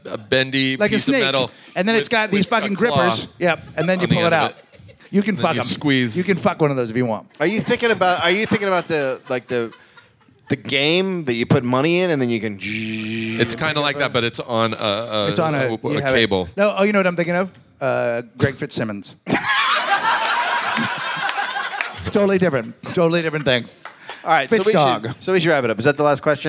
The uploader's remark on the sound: Live from LA Podfest